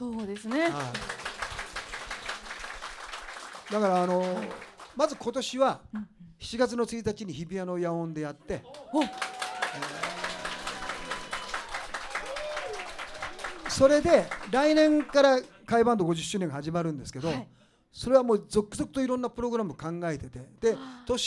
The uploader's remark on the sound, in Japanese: 公開収録が行われ。TOKAI RADIO「SUNDAY FUNDAY!」内で放送された。